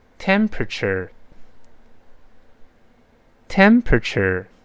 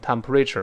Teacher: 注意重音在低的音节，那个后面是 per，per，一带而过的 · Shown in: first take